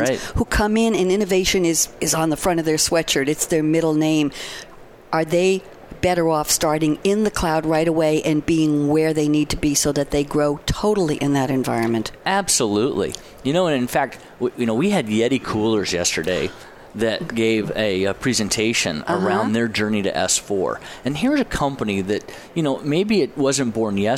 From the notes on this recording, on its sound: Live from Sap Sapphire Now 2017